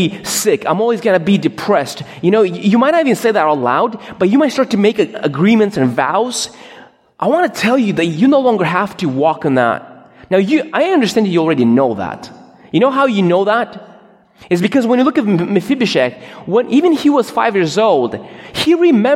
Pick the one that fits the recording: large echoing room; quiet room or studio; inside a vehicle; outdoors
large echoing room